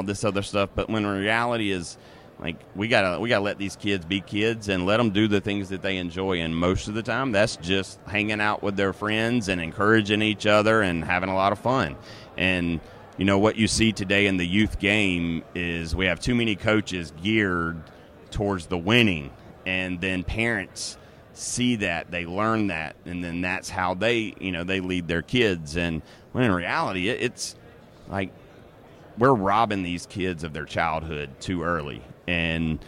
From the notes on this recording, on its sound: Last week, we set up shop on podcast row at the 80th annual American Baseball Coaches Association Conference in Dallas.